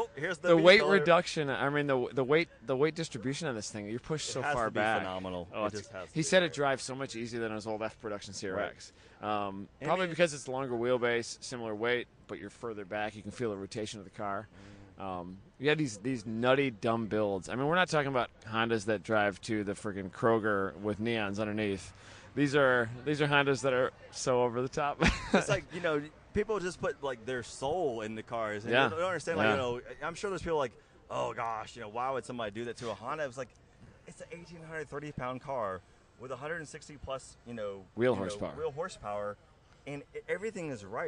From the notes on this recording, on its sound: Leaning against racecars in the paddock at Road Atlanta. The recorder got turned on and the record button was pushed.